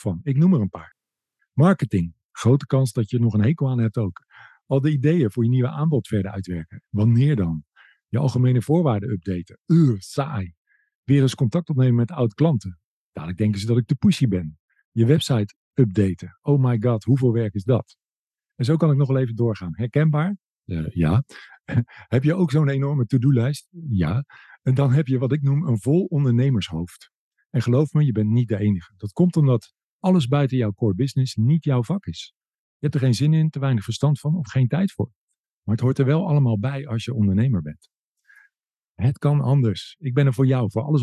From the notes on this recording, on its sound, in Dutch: heb ik haar via Zoom geïnterviewd